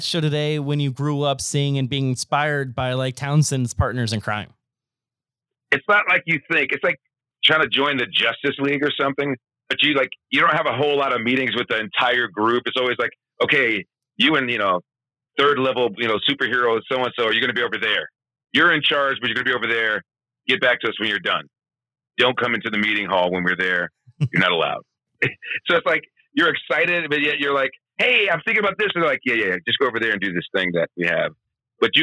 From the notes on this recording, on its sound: gets on the phone